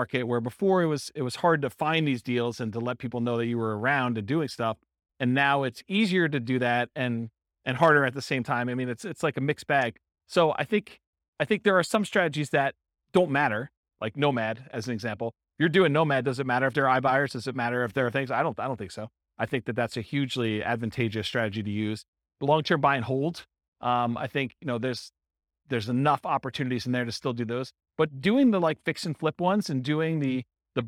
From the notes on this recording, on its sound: This was a live class recorded.